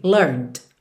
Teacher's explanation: Então pensa em learn, você tá com a língua no céu da boca por conta do N, e você já finaliza com o D, learned. Nesse caso aqui, como a próxima palavra é the, você já junta aqui learn the hard way. · Learned termina no D, muito cuidado para você não dizer learned, tá? Esse E final é completamente mudo. Então pensa em learn, você tá com a língua no céu da boca por conta do N, e você já finaliza com o D, learned.